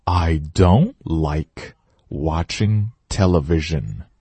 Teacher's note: 就是把 I don't 的 t 去掉不读